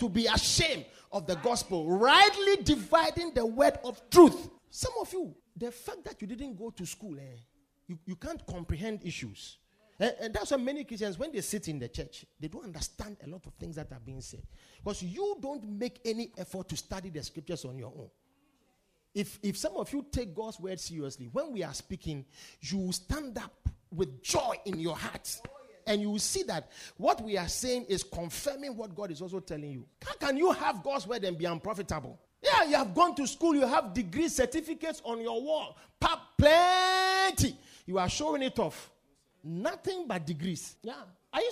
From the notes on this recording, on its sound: Preached at The Victory Secrets Service.